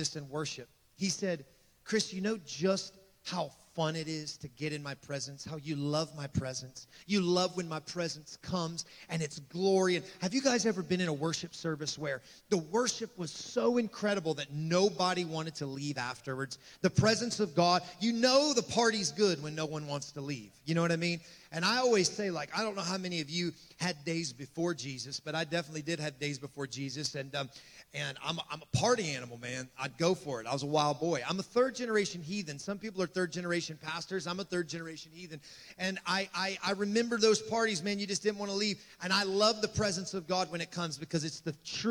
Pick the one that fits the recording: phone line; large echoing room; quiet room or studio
large echoing room